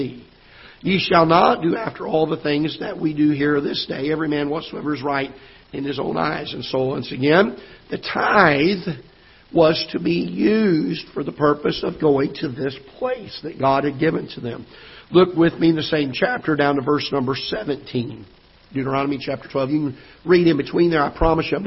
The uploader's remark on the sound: Ketha Heights Baptist Church ~ Live Broadcast.